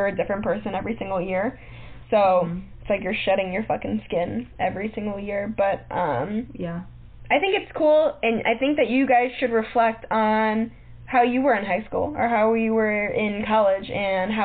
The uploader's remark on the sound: We had a little technical difficulty with our microphone this time around